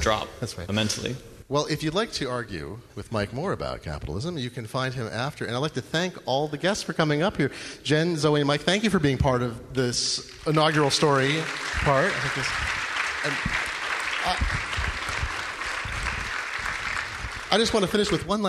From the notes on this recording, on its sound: Live from XOXO 2014. Live on stage at the XOXO 2014 festival in Portland, Oregon, as part of the Story evening.